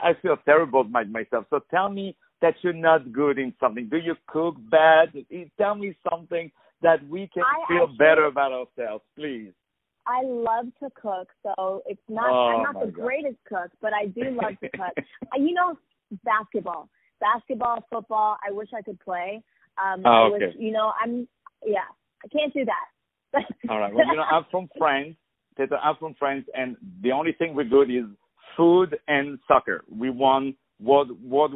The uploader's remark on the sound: On the phone.